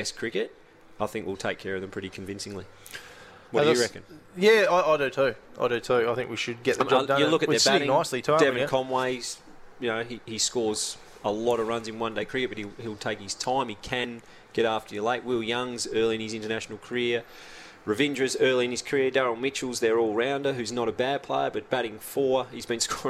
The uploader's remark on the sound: LIVE from Chemist Warehouse.